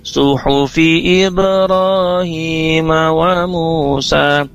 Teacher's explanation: Ibrahim yang panjang, hi-nya juga panjang dua harokat, mu-nya juga panjang, sa-nya juga panjang dua harokat, sama panjang dua harokat, jadi harus konsisten.